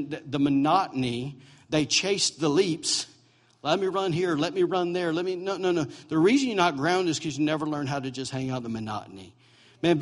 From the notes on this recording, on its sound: recorded November 5, 2017, during Sunday morning servie at Celebration Life Family Church